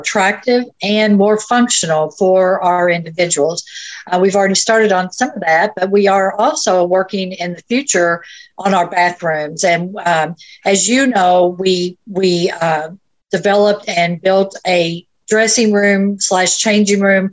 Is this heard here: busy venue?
no